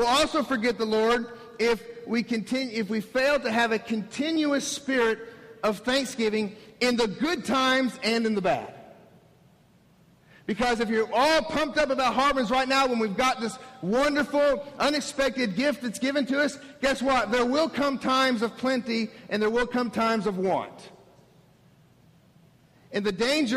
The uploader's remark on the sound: This is the audio from our special dedication service for our new worship facility.